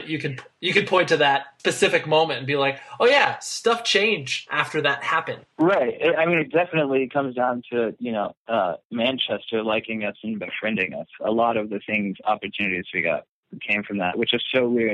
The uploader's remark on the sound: over the phone